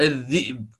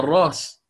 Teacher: عوضا أن يقرأ الذئب هكذا الهمزة ساكنة فيها ثقل فيقرأ الذيب